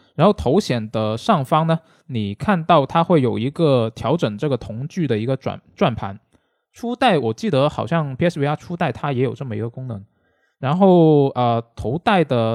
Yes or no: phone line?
no